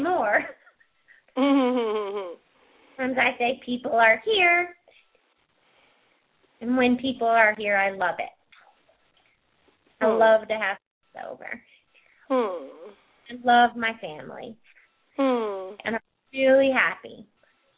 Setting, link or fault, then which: link, phone line